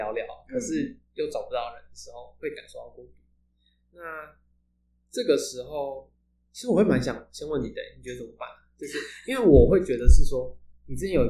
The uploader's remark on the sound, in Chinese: 這一集的音質比較不好，再麻煩你拿下耳機收聽會更合適